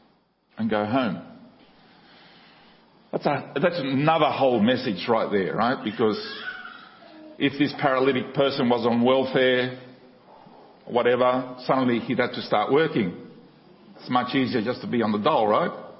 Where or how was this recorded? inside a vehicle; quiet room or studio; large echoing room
large echoing room